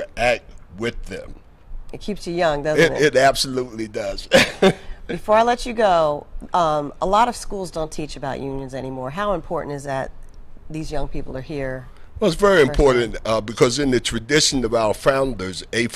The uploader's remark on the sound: On-location at the 50th National Education Conference of the A. Philip Randolph Institute in Minnesota.